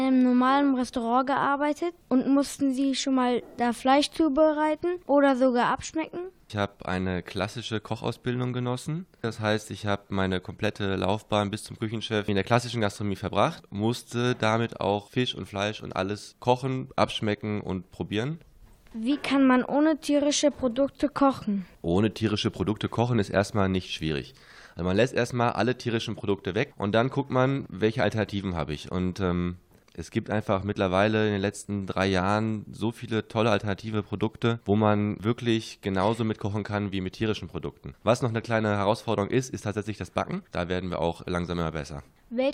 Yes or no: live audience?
no